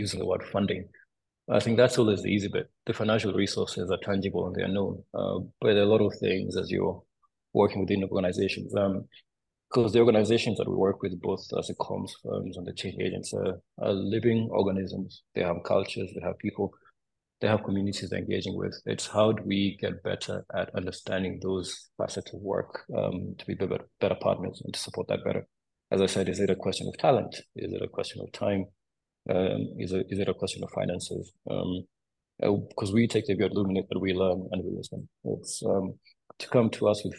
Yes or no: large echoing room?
no